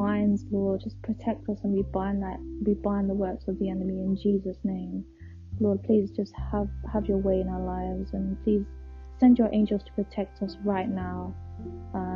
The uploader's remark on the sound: Sorry the quality is rubbish I was recording through my headphones again